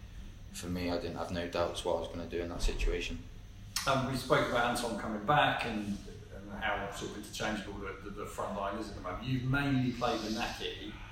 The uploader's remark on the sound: Press conference | Bristol City v Huddersfield Town.